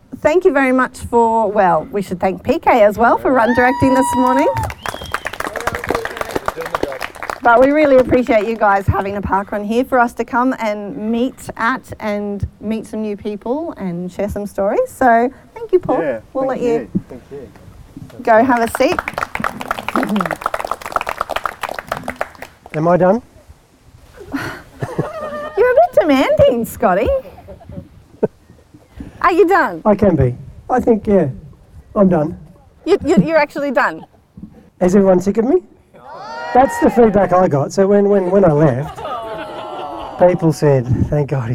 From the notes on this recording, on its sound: Adventure to South Australia for the third annual listener meet-up and have a rolicking good time recording live with friends old and new at Mount Barker parkrun.